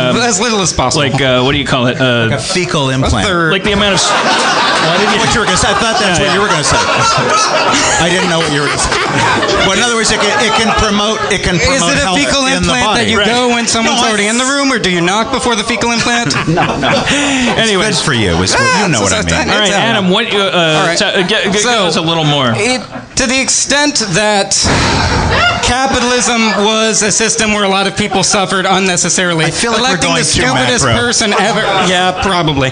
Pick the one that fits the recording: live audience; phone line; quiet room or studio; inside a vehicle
live audience